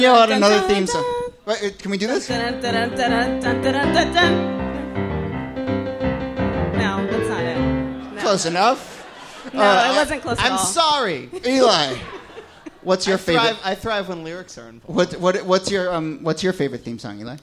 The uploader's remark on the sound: This excerpt is from our January regular show at Housing Works Bookstore. Some audience members.